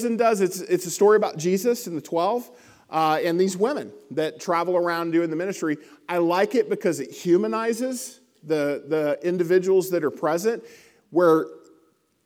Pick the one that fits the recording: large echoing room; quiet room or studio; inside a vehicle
large echoing room